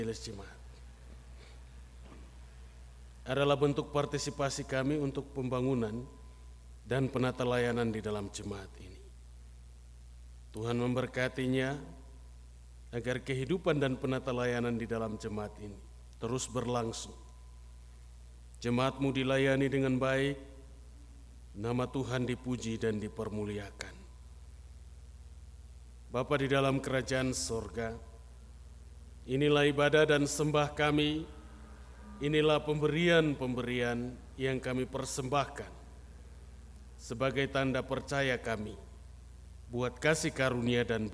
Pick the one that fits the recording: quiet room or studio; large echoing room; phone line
large echoing room